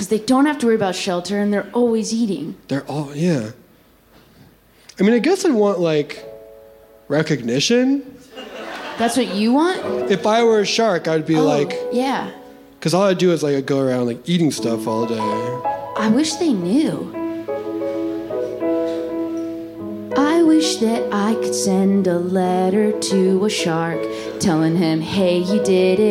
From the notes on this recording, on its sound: The following was recorded live at the Bourbon Room in Los Angeles as part of the Netflix is a Joke festival in 2022.